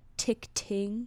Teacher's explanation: they come in really hot with the T sound at the beginning. It's very percussive